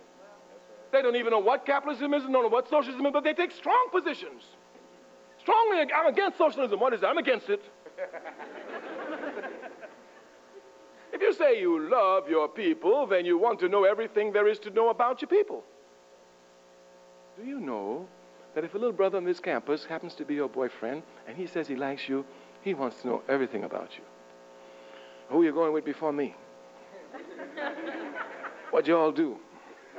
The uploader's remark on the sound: At Florida International University in 1992. Gives a lecture at FIU.